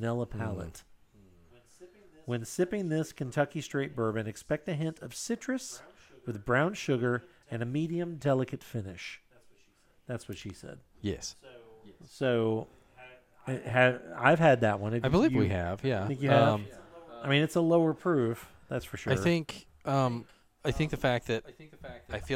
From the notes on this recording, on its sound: Please pardon the echo on this episode.